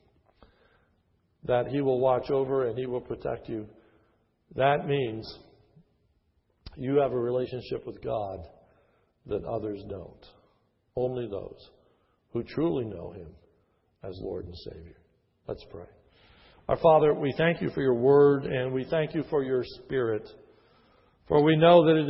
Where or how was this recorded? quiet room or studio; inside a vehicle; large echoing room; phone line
large echoing room